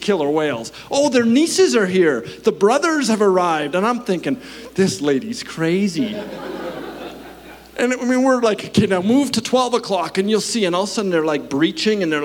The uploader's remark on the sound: At our Edmonton Gathering in May, 2023 at Known Victory Church